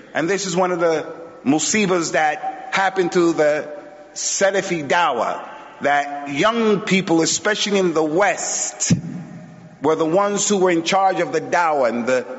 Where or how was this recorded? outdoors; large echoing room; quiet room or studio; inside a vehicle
large echoing room